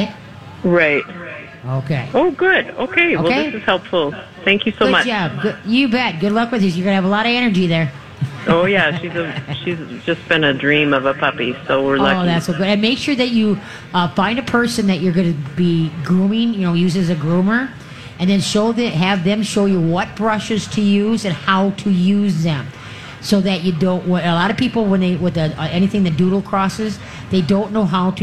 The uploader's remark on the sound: LIVE from the Great MN Get Together!!